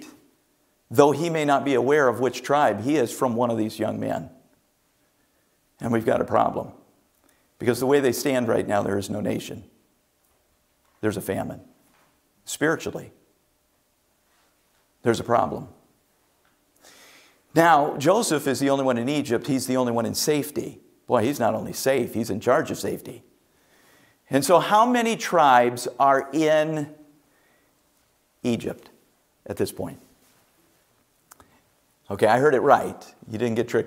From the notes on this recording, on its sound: from the chapel platform of Baptist College of Ministry